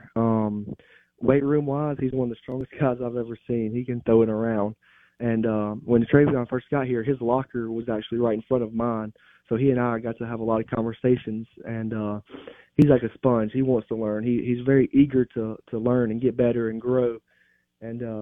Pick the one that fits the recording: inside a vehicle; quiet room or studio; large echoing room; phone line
phone line